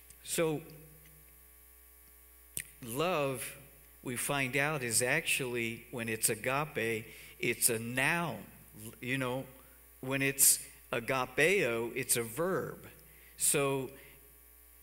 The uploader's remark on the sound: Cornerstone Fellowship Sunday morning service, streamed live on February 7, 2021, Wormleysburg, PA.